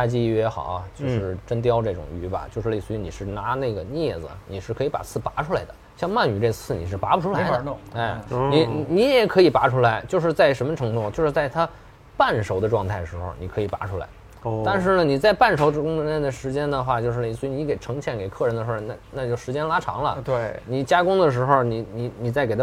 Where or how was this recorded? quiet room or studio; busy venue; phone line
busy venue